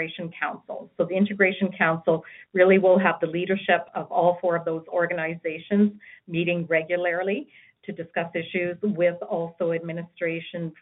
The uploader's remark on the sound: Health care professionals participated in a telephone town hall to help shape a stronger health system.